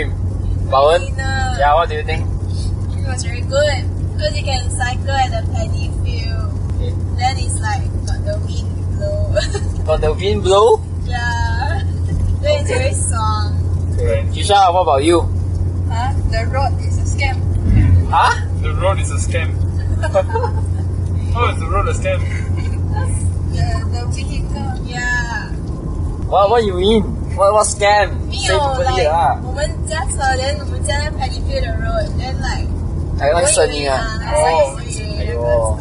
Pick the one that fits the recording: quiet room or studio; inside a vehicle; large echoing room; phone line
inside a vehicle